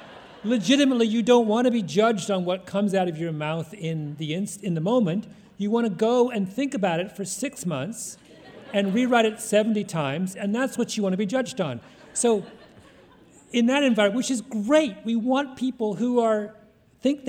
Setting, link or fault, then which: setting, live audience